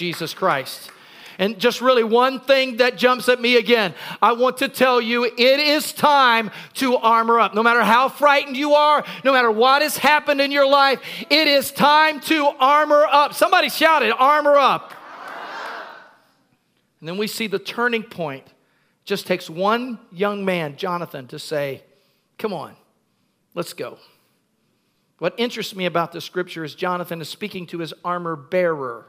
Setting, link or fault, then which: setting, large echoing room